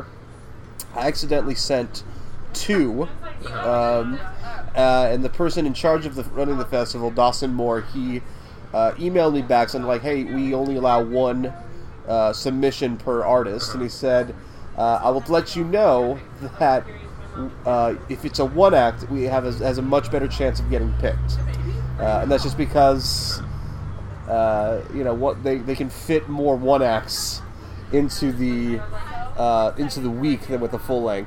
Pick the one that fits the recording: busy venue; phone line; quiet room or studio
busy venue